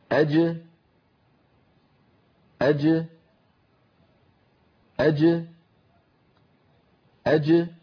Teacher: هكذا نلاحظ بأن الصوت ينحبس خلف اللسان ثم ينطلق عندما يبتعد وسط اللسان عن غار الحنك الأعلى، فتخرج الجيم المقلقلة بتباعد طرفي عضو النطق وهما هنا وسط اللسان مع ما يحاذيه من الحنك الأعلى، ثم يتابع الصوت طريقه إلى الخارج وتبقى الجيم شديدة مجهورة، أي محبوسة الصوت محبوسة النفس